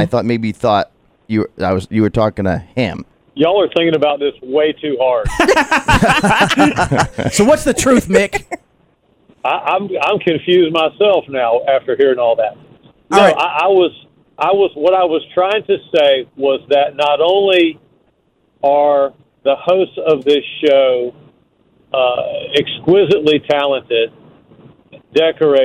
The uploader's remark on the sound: The entire show plus others from the station went to the ceremony to accept the award. Called in to clarify some things!